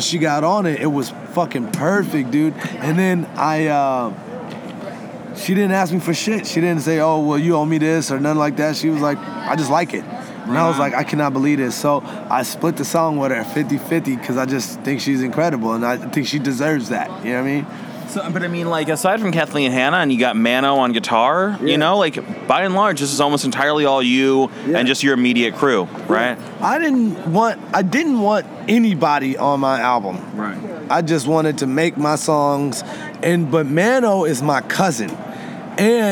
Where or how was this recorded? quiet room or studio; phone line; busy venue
busy venue